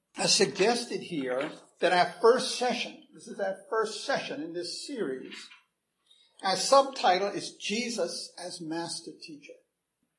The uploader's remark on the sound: Recorded 7/24/2011 at Christ Church Anglican